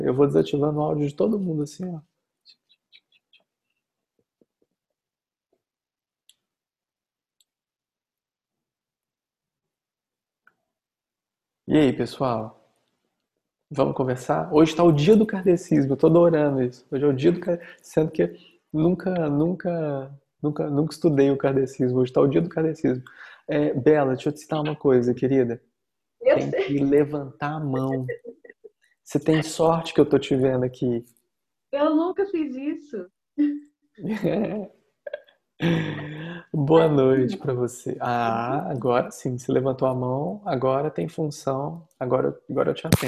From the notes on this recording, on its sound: Online via Zoom